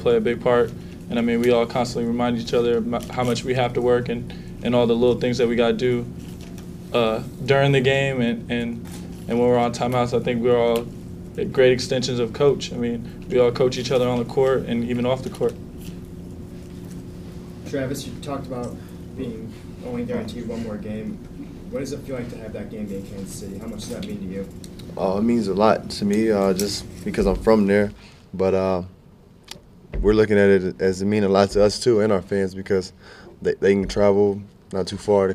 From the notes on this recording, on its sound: Press Conferences & Post-Game Interviews. Talk after the release of the NCAA bracket on Selection Sunday.